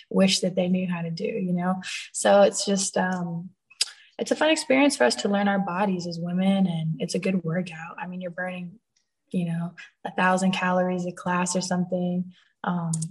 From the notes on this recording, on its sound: zoom interview